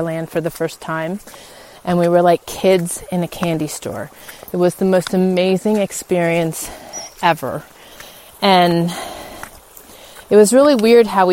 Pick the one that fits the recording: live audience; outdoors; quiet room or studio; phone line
outdoors